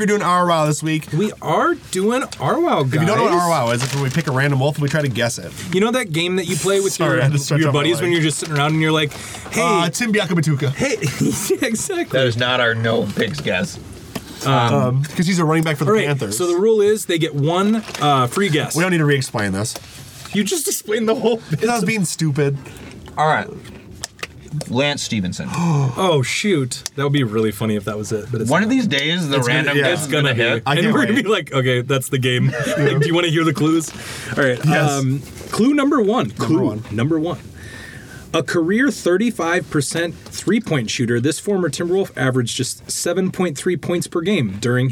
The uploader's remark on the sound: Live from the Back of the Top the Tater Van. We recorded this episode in the back of the Top the Tater Van in a parking lot down by the river in Stillwater.